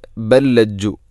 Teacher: ബല്ലജ്ജു ഫി ഇതുവി വനുഫൂർ, ഇവിടെ ബല്ലജ്ജു, ബൽ ലജ്ജു എന്നല്ല, ബൽ ലജ്ജു. ഒന്നാമത്തെ ലാമിനെ രണ്ടാമത്തെ ലാമിലേക്ക് ഇദ്ഗാം ചെയ്യുന്നു, കൂട്ടി ലയിപ്പിച്ച് ഒതുന്നു.